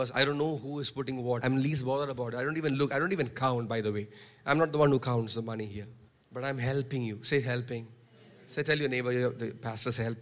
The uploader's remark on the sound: preached on 12 March 2023 at Revelation Church.